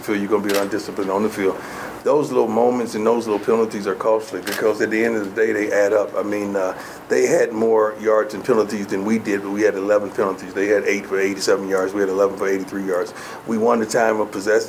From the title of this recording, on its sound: Post-game press conference